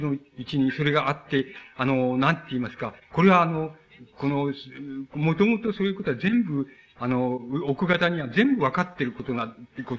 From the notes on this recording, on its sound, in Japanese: 主催：日仏学院 後援：フランス大使館 場所：東京日仏学院ホール。音源は客席から録音されたが 周辺のノイズが入っているほかは 比較的クリアに収録されている。